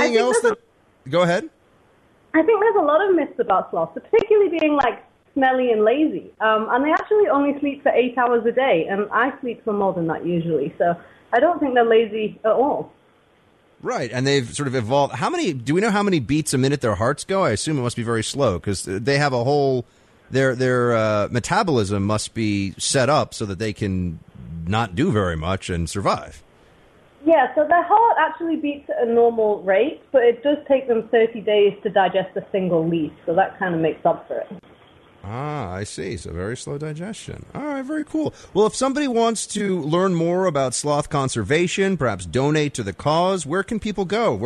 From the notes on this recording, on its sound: your phone calls